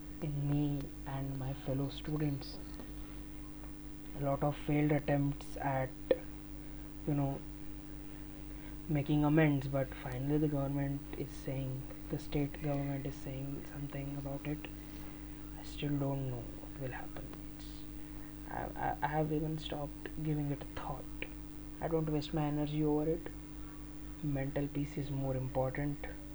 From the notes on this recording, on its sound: Sorry for the miserable extra background audios.